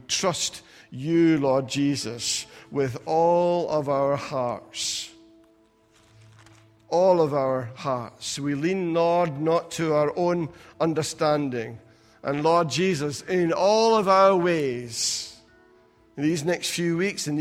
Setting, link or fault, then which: setting, large echoing room